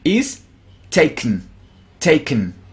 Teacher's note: Haz de cuenta incluso que desaparece la E. Haz de cuenta que desaparece la E.